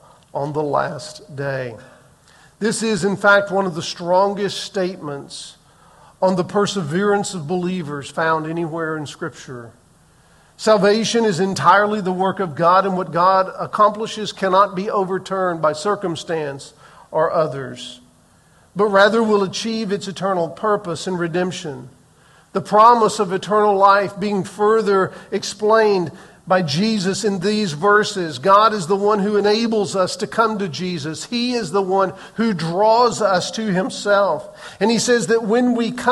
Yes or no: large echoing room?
yes